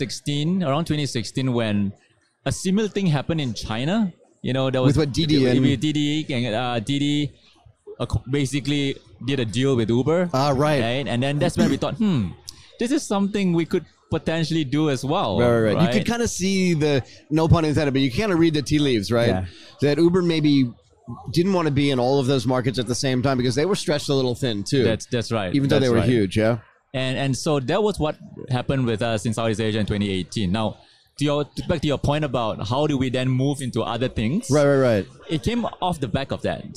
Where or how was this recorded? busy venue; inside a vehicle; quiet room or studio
busy venue